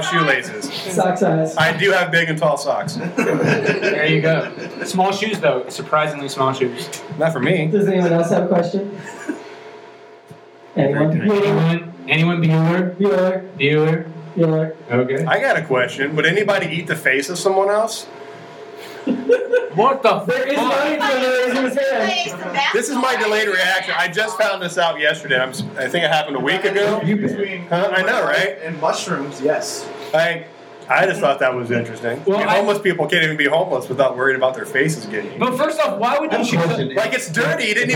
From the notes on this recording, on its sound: GBG Live & Un-Edited from Packrat Comics. To do the first ever GBG LIVE & Un-edited. Answer audience questions.